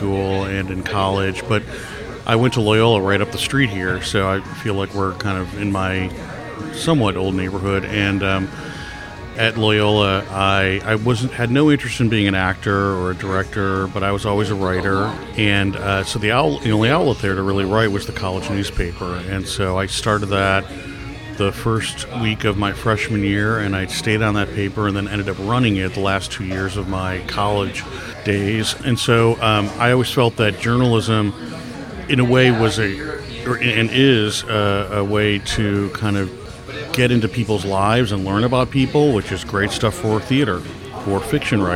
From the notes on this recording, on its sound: Recorded at Carol's Pub in Chicago. Recorded at Carol's Pub in Chicago.